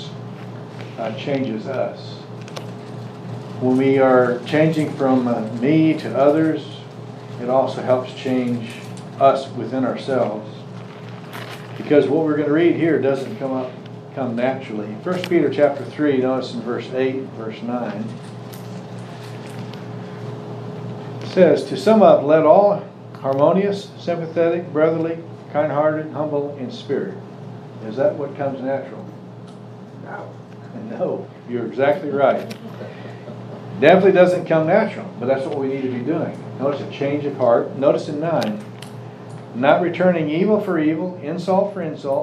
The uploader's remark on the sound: Services have resumed with Social Distancing in place, so we have returned to live recordings.